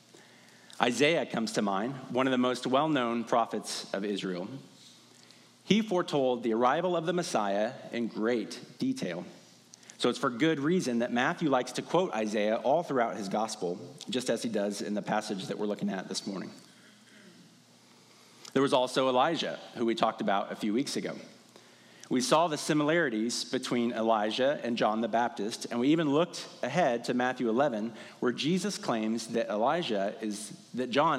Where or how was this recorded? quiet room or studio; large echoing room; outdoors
large echoing room